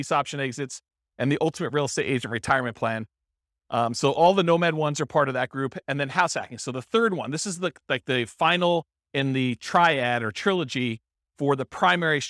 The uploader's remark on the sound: This was a live class recorded